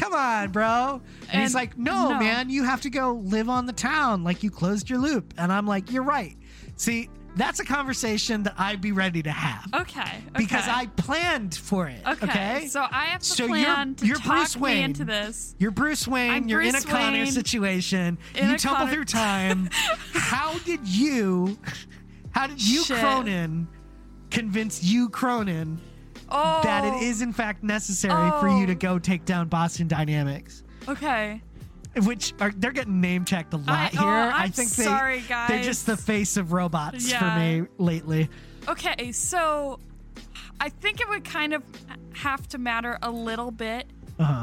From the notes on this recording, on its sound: Sometimes, it’s just kinda hard to talk in the car. EDIT: Reupload to fix audio file issues :/.